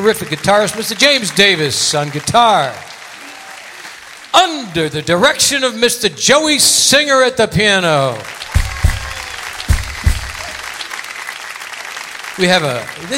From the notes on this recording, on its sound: Live at the South Point Casino.